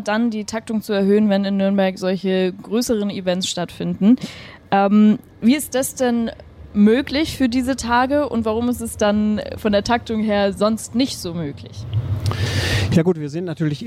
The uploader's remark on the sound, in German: Podcast aus der Straßenbahn